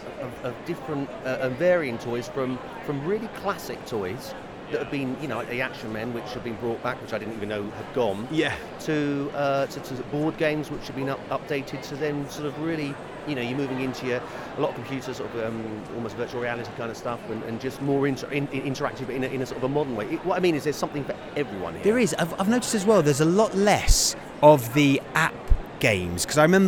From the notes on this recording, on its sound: Live from the London Toy Fair. Recorded themselves while they did it.